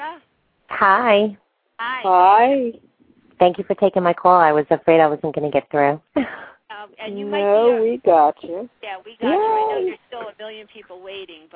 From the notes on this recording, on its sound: live call-in radio talk show